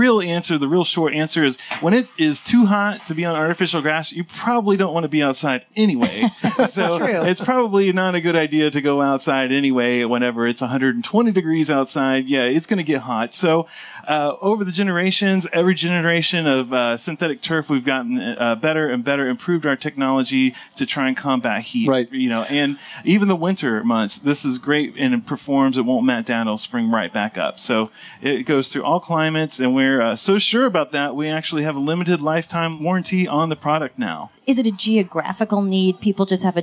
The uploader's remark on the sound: Live from the 2018 National Hardware Show